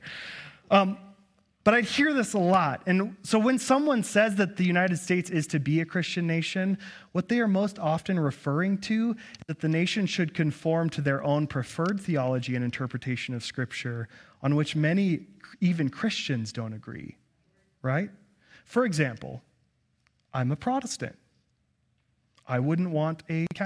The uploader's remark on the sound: At Cathedral of the Rockies Amity Campus.